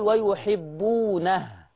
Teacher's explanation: ويحبونه لما أقف عليها ما أقفش بحركة، أقفل ويحبونه. لو هقف اوعي تقفي تقولي ويحبونه. · Term: بالسكون